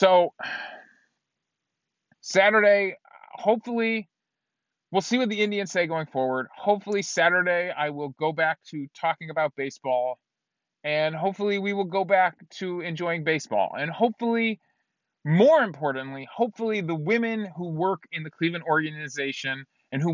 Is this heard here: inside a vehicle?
yes